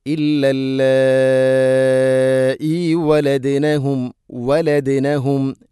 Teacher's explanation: ദാലിനെ ഖൽഖല ചെയ്ത് ഉച്ചരിക്കണം.